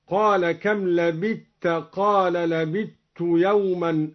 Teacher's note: أدغم الدوري الثاء في التاء